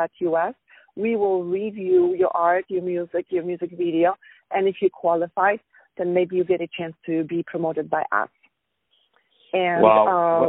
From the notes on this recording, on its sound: On the phone